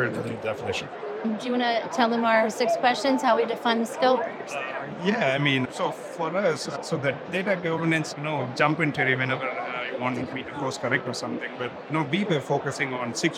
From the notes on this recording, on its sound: Live from the HIMSS Conference